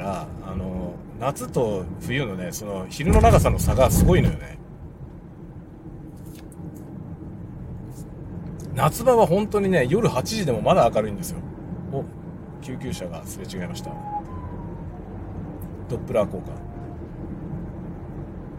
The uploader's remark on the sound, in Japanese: 仕事にでかける道中、車を運転しながら雑談する回ですが例によっていろいろうまくいかないことが満載。スタジオ録音部分 TASCAM TM-82 車内：ZOOM M3 MicTrak。スタジオ録音部分：CUBASE Elements 車内：ZOOM M3 MicTrak。